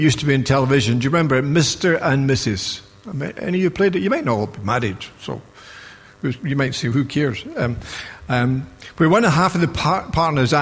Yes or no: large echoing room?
yes